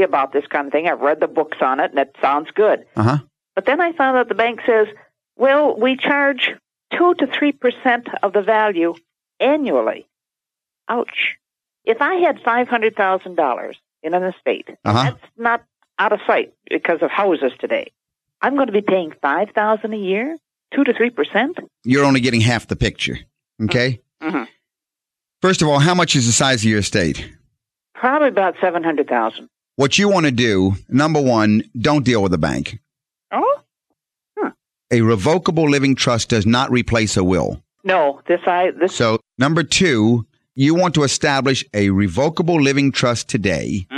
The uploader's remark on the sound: Financial planning call-in show.